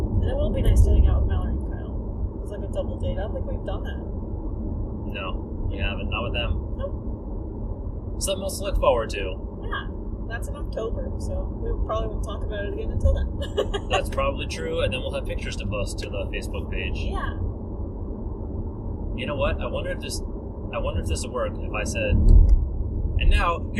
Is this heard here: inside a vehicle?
yes